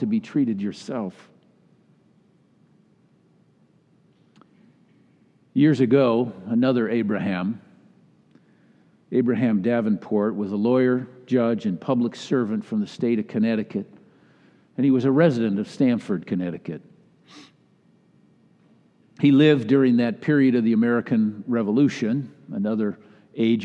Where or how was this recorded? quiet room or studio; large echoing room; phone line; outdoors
large echoing room